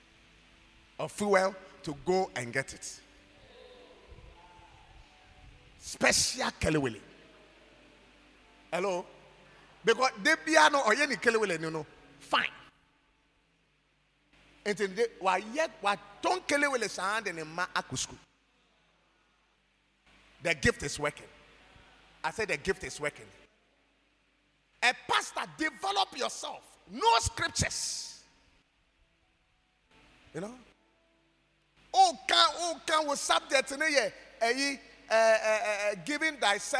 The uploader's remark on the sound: preached at God's Haven Ministries, The Purpose Assembly on Sunday 16th April, 2023.